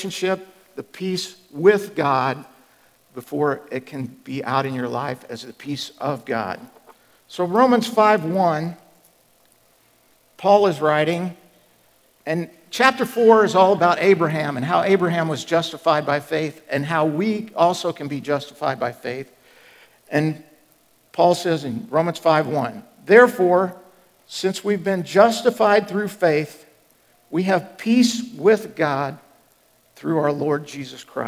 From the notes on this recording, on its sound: Was recorded at The Calling Community Church located in Platte City, Missouri. Services are held in the Platte County High School Auditorium.